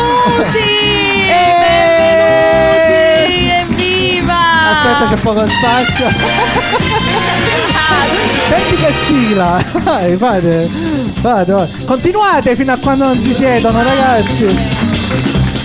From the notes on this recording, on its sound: Live dal GhePensiMi di Milano